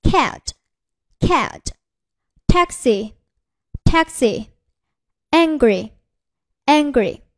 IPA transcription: 't&aelig;ksi '&aelig;ŋɡri